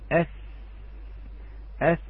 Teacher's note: عندما نقول أث سوف تكون هناك فرجة ليخرج هذا الصوت الهواء والصوت، فسوف يكون الضغط أخف ويكون الضغط من جانبين، يعني هناك فرجة بين الجانبين في طرف اللسان الأمامي